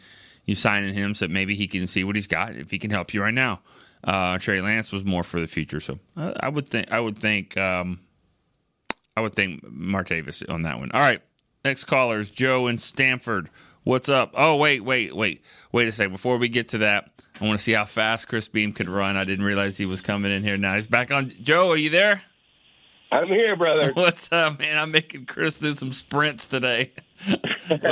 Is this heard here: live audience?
no